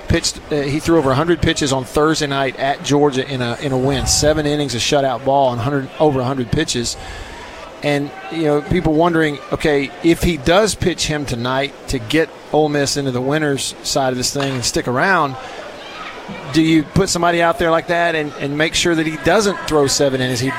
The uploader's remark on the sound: LIVE at the 2021 SEC Tournament